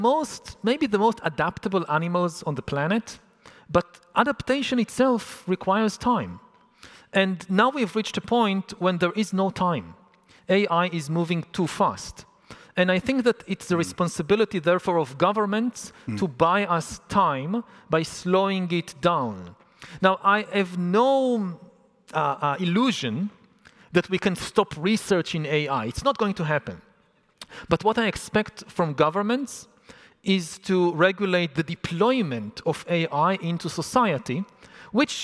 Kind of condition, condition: setting, live audience